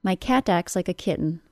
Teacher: This dropping of the T sound, when it occurs between two other consonant sounds, is normal.